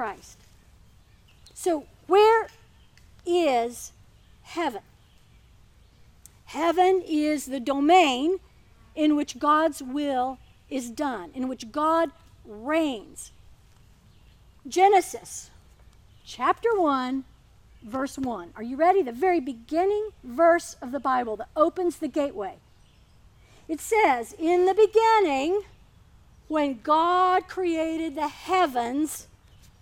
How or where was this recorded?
outdoors